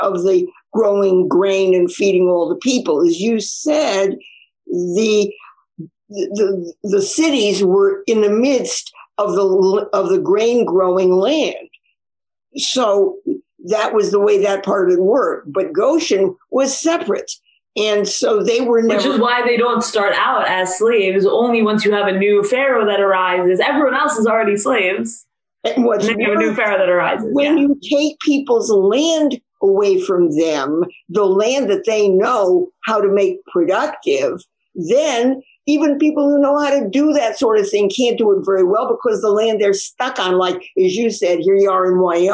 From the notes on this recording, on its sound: This audio was originally captured from Zoom on 01/07/2021 as part of Drisha's Winter Zman.